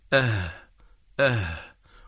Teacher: والهاء تخرج من أقصى الحلق باهتزاز الوترين وعدم انقفالهما، لكن بقربهما من بعضهما، فنقول أه أه، وهنا لا بد من تقارب الوترين. · Term: حرف الهاء